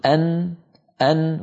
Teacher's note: فأقرع بطرف لساني مخرج النون، ويصاحبه أيضا الجزء الثاني النصف المكمل كما سماه أئمتنا في علم الصرف. · Term: الجزء اللساني